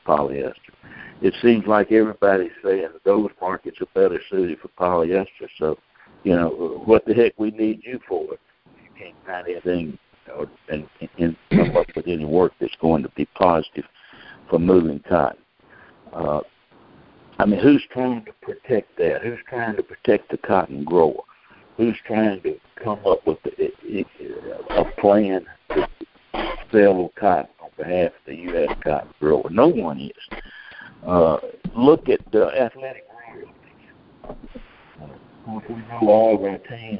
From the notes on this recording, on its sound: Monthly Conference Call